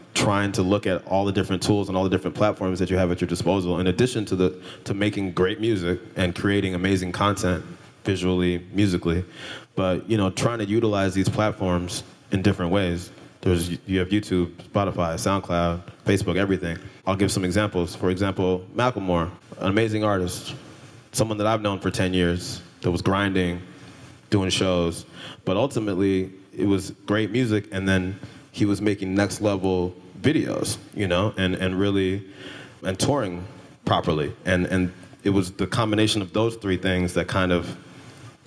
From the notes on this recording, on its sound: LIVE in Seattle. An Upstream Summit keynote panel.